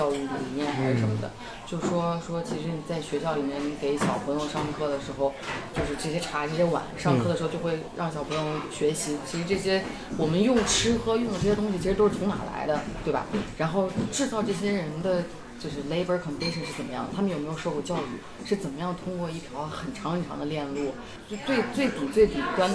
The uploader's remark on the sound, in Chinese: 因为对谈场所是在公共空间，所以杂音较多